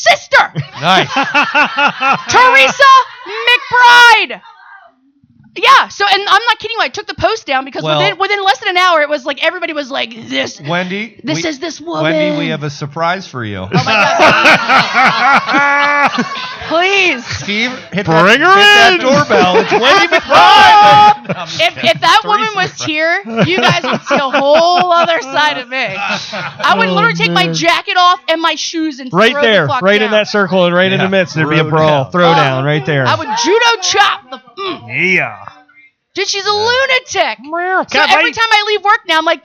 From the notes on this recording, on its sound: Live from Celtic Hope Pub. Live from Celtic Hope Pub.